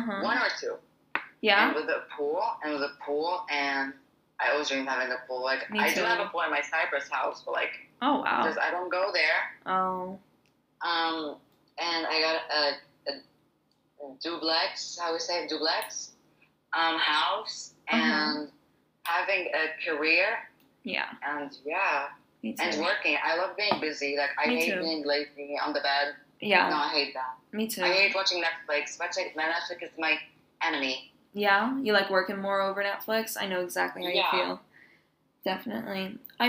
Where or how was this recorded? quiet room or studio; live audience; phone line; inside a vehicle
phone line